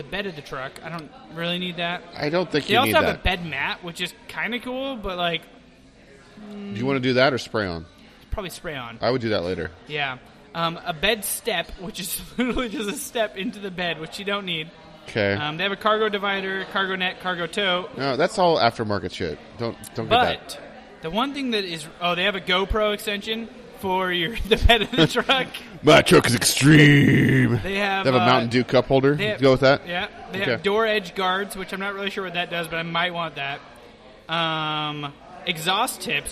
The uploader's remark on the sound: On 192nd Ave in Vancouver Washington at a Tap Room. This week is a little different as we won't be clean and proper BUT we love out live recordings.